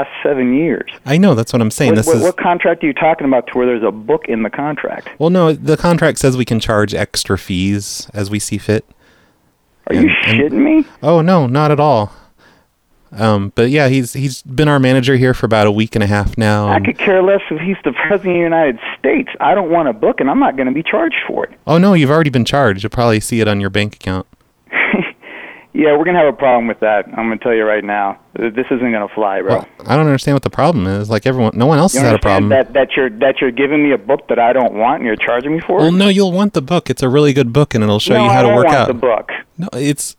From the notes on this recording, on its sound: Prank Phone Calls